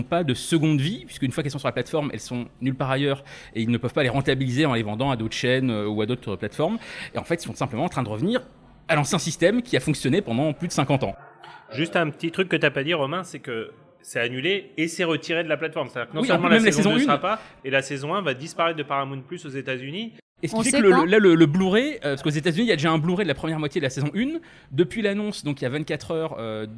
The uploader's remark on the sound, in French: comme ce podcast est enregistré en public